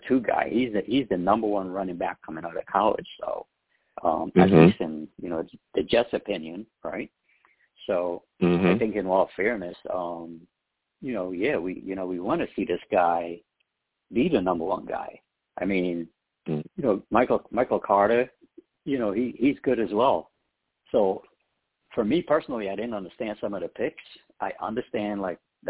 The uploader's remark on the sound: I also take live callers!